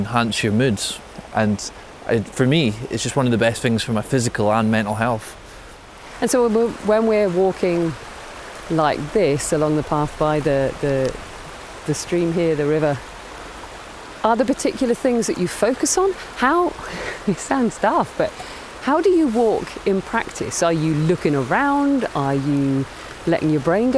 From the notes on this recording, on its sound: take a walk and talk through Reelig Glen